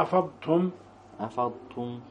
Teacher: فانتبه إلى استطالة الضاد وتوضيحها